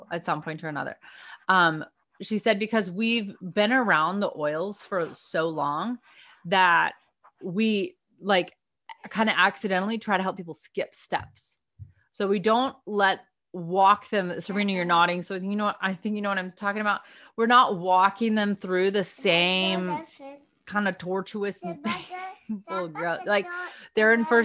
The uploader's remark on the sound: Notes from a video and zoom call with the lady herself.